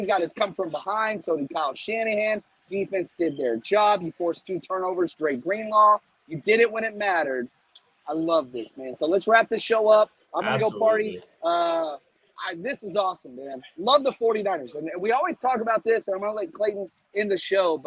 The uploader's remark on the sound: Live From Levi’s